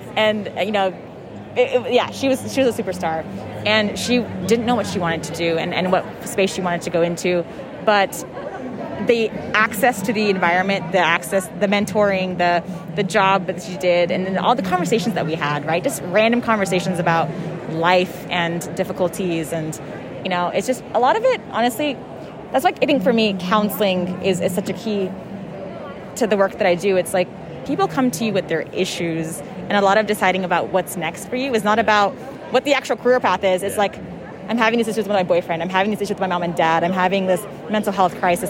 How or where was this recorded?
busy venue